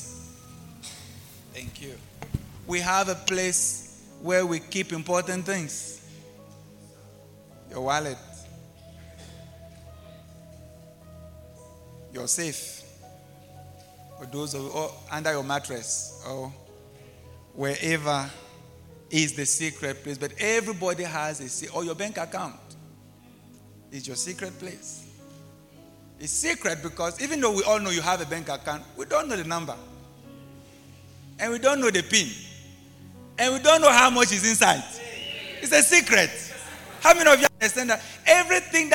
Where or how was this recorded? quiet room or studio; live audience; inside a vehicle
live audience